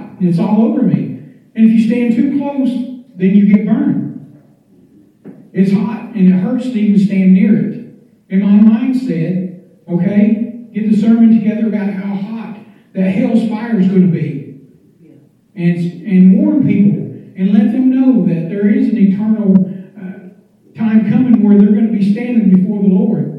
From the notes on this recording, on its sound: standing up in church and giving this message on Facebook Live